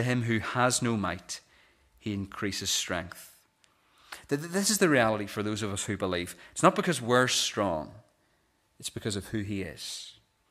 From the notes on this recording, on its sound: This is the recording of the Bible reading and sermon from our morning service on Sunday 24th December 2023.